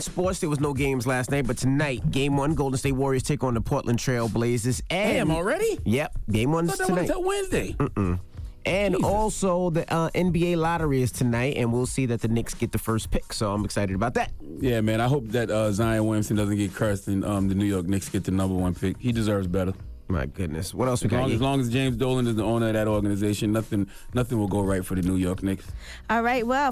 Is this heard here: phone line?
yes